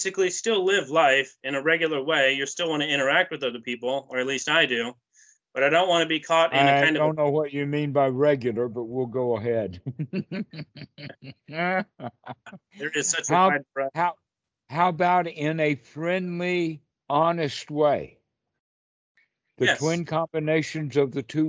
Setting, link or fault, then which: link, video call